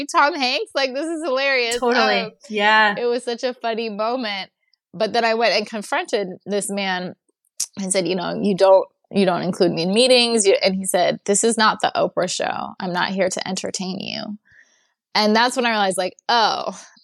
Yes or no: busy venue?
no